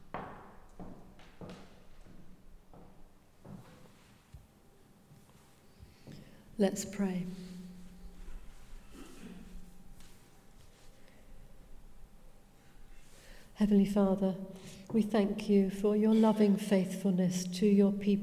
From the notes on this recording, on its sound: speaking at the 11 o'clock service